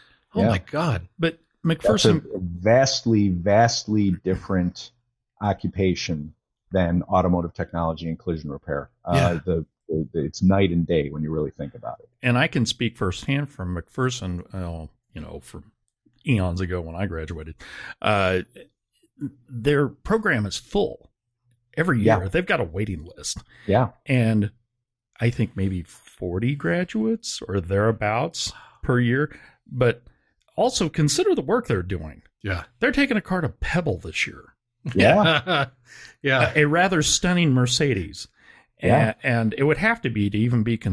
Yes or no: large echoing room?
no